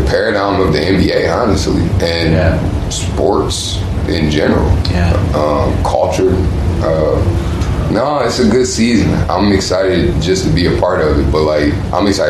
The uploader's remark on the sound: recorded live and in person last June at the Bell Media Upfront in Toronto